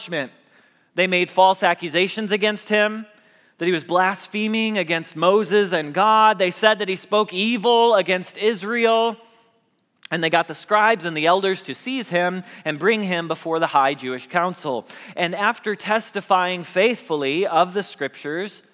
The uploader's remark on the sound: Message Preached at Valley Creek Church